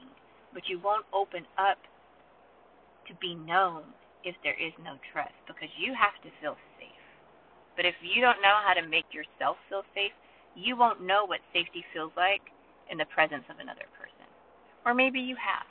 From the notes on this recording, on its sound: Recorded in my car during a down pour.